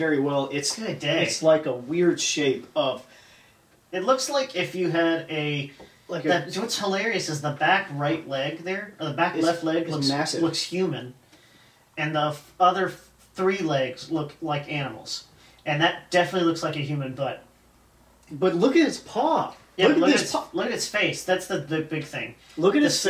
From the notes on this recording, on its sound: Sorry for the audio quality, our mics were having issues!